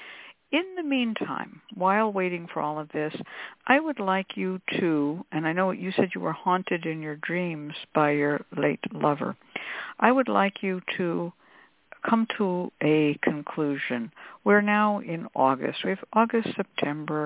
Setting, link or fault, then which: link, phone line